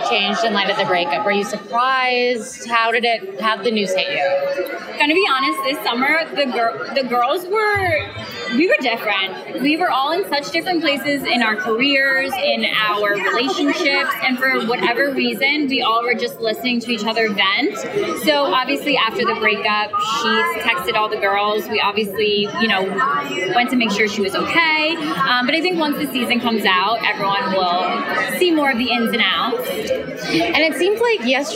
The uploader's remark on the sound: sound bites from the BravoCon red carpet